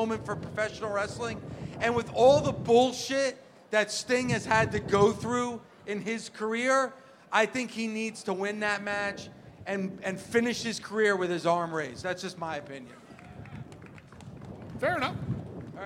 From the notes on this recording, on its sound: LIVE on the Jericho Cruise. Live on the high seas of the Jericho Cruise. Facing 40 mph winds in front of a crowd of over a thousand people. Aboard what was supposed to be a 3-Hour tour.